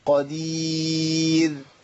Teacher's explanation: اي راء هتقف عليها حضرتك او تقف عليها حضرتك، اي راء في القران مسبوقه بياء ساكنه دي مرققه على طول